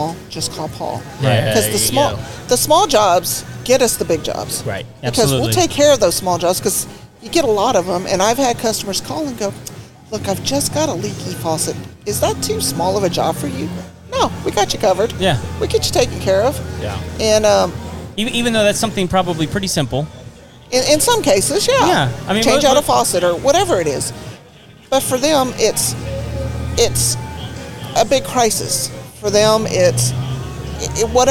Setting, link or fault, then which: setting, busy venue